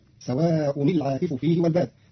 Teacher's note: قرأ قالون كلمة سواء برفع الهمزة، فتصير سواء العاكف فيه والباد على أنه خبر مقدم والعاكف والباد مبتدأ.